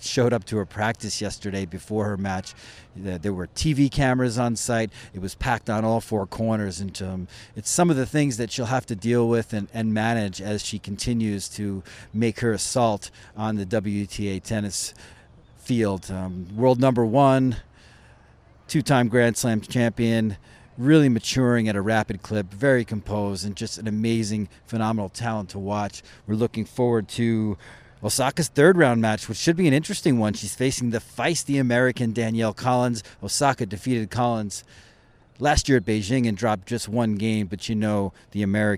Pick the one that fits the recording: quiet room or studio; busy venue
busy venue